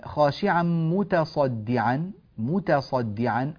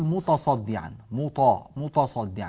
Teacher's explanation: التاء تحتاج إلى أن تكون مرققة · Shown in: first take